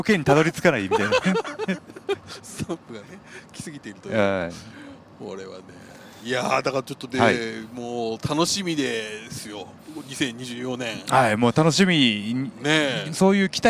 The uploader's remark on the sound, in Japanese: タクシー移動中に緊急収録